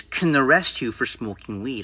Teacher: Most people, when can is in the middle of the sentence, pronounce it as kun.